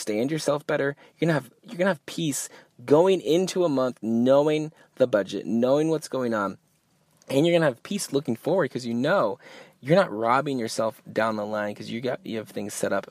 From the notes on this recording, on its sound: Yes, I Recorded This One in the Car. I couldn’t wait to go home and record in the studio, I had to record this and get it to you!